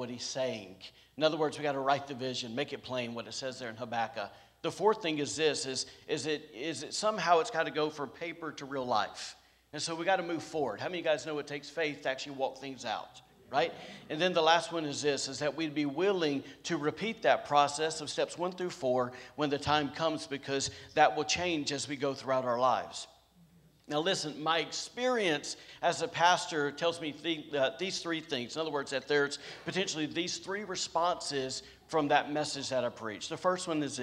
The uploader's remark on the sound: was recorded on Sunday, January 2nd, 2022, during service at The Anchor Church in Rockport, Maine.